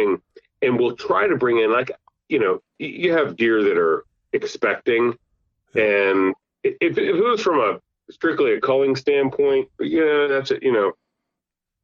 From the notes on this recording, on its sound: get on the phone with one of their good friends